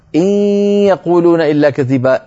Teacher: يخرج صوتان معا ياء من الفم وغنة من الخيشوم